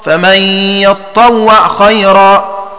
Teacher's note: بسكون العين وتثقيل الطاء وبالياء في مكان التاء